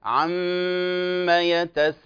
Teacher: انتبه والكلام للجميع. عم يتساءلون يغن بمقدار حركتين، الميم وكذلك النون. عن النبأ العظيم، فهذه الميم أضغمت، تدغم النون بالميم، تدغم النون بالميم، أصلها عن ما، فتصبح ما، تصبح عم يتساءلون.